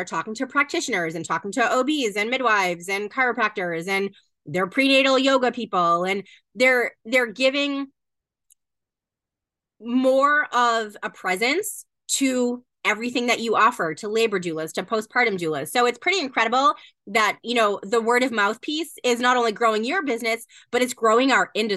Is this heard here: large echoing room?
no